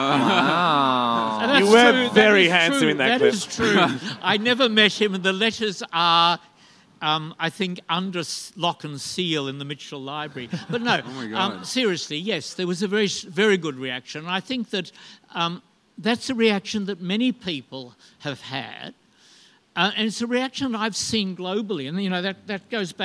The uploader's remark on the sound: We recorded a live episode in Melbourne for Midsumma Festival!